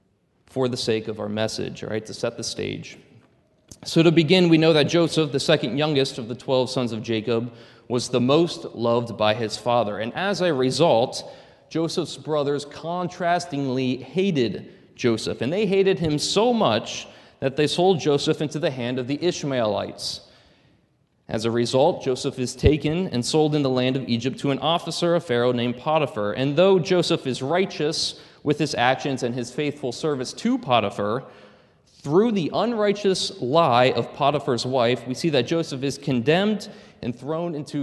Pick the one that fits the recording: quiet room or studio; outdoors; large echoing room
large echoing room